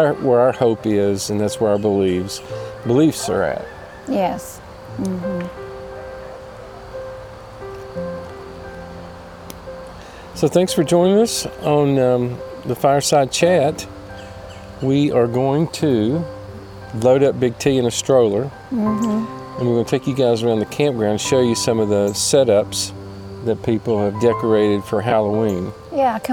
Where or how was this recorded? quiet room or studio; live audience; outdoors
outdoors